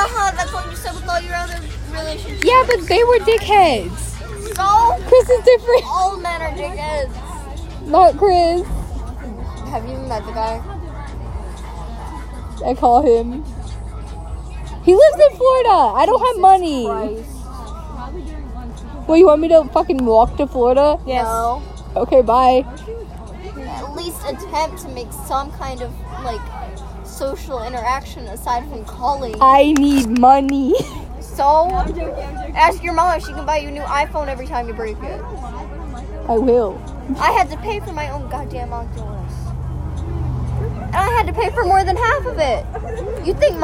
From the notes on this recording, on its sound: Recorded on a bus